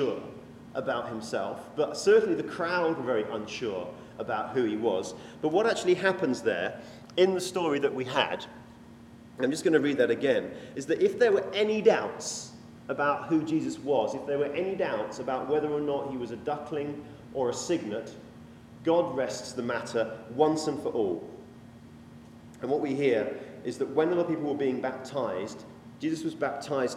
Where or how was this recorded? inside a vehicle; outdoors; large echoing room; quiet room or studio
large echoing room